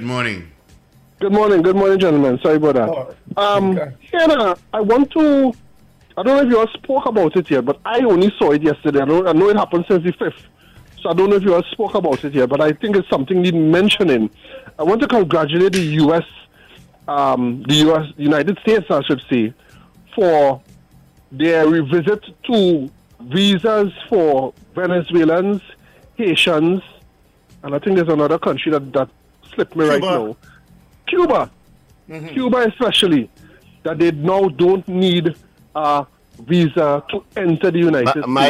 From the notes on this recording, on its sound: During this hour we take calls from our audience